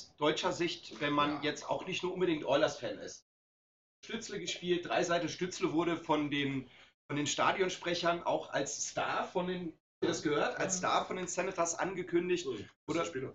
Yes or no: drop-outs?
yes